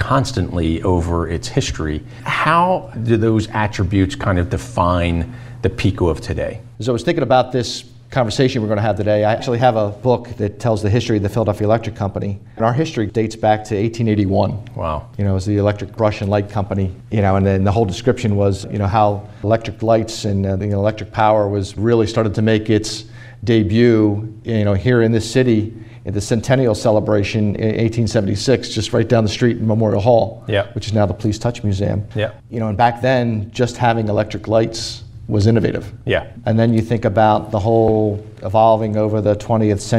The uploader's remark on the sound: In front of a live studio audience at PECO’s headquarters in Philadelphia.